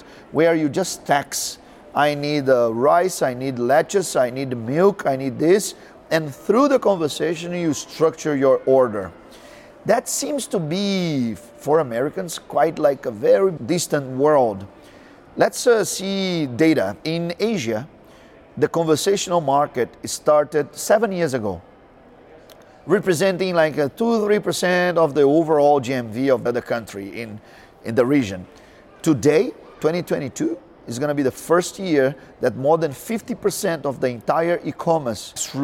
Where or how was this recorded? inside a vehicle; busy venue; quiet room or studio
busy venue